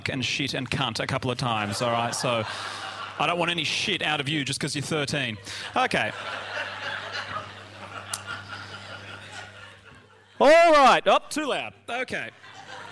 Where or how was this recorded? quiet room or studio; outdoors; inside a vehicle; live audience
live audience